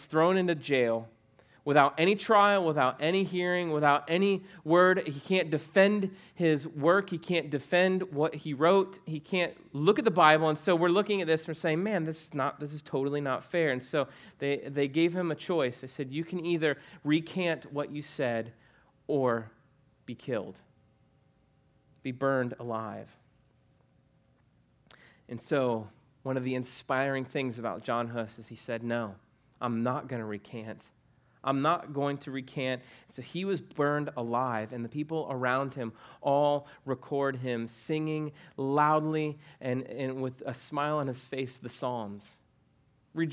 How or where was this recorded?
large echoing room